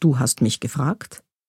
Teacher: wenn man das mich betont beim Satz, du hast mich gefragt, dann klingt's fast wie so ein versteckter Vorwurf